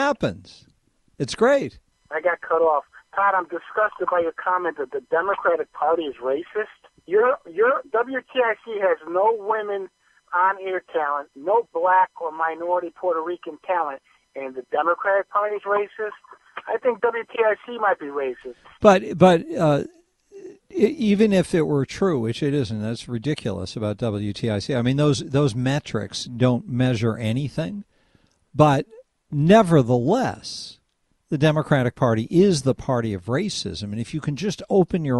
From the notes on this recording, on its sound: This hour is all RANTS, phone calls and fun!